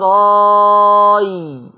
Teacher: بعد ما تمدي الألف ستة حركي وسط اللسان عشان تخش على الياء · Term: الإبدال